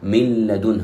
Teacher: اللام من لدنه، من لدنه، نون ساكنة وبعدها حرف اللام، فإننا ندغم النون في اللام من غير غنة. من لدنه، من لدنه، اللام مباشرة، من لدنه، ولم أقل من لدنه، من لدنه. · Term: الإدغام بغير غنة